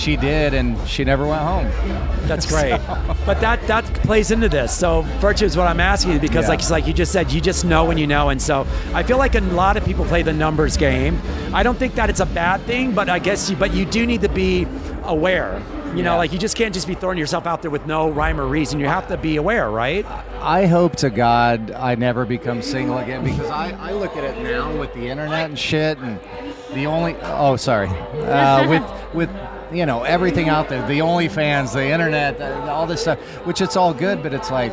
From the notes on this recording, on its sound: Joins the show which was recorded at the Virgin Hotel/Elia Beach Club event in Las Vegas.